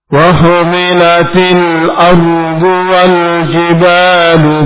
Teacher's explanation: وحملت الأرض والجبال فدكتا دكة واحدة Rasukun sebelumnya fathah, ini takrir tafkhim, takrir itu bergetar, tafkhim tebal, ardu bukan ardu, ardu tipis, ardu tebal.